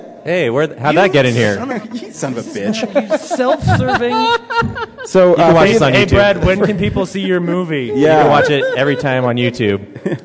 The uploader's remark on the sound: In front of an audience at Denver Comic Con.